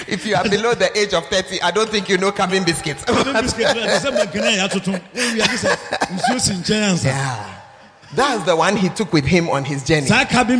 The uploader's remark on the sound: preached at Art of Leadership Conference, Nkoranza